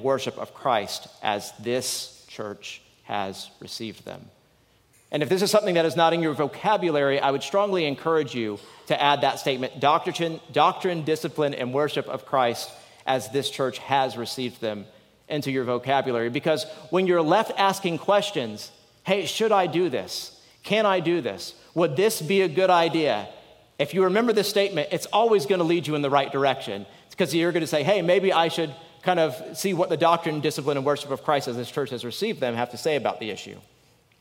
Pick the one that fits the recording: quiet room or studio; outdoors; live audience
live audience